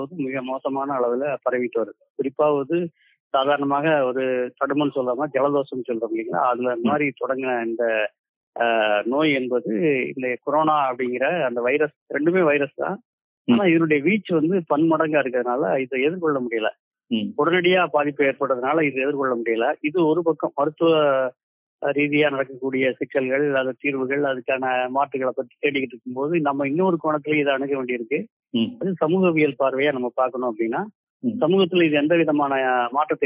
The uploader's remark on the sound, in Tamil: ஓர் தொலைபேசி நேர்காணல். ஒரு தொலைபேசி நேர்காணல்.